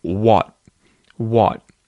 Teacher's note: So I can unrelease the T. I can leave that T unreleased